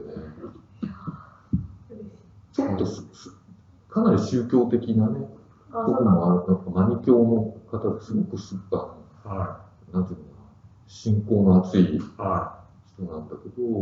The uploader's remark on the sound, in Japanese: 旧マイクで音声ややわるいです